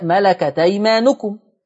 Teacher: ملكت أيمانكم، نقلنا حركة الهمزة إلى التاء فقرأت ملكت أيمانكم. · Term: النقل